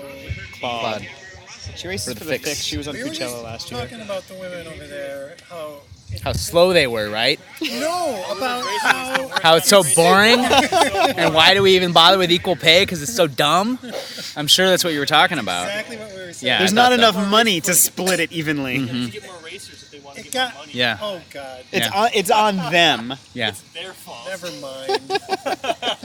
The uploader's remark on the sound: State Fair Affair. A special live crossover episode. Recorded down at the local races.